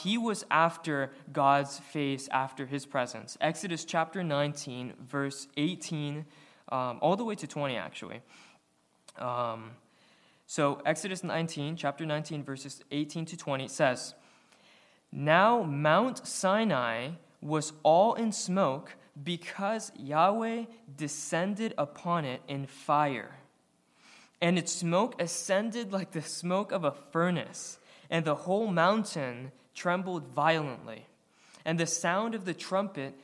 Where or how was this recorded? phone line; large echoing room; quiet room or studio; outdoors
large echoing room